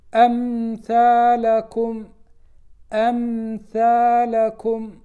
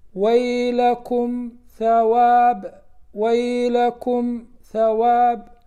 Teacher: قال وسمها شفوية، أي يسمى هذا الإظهار شفويا، لأن الميم وهي الحرف المظهر تخرج من الشفتين